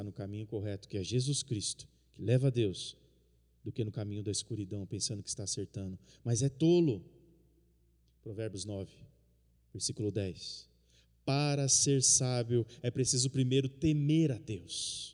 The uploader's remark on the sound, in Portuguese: no culto de quinta-feira, transmitido ao vivo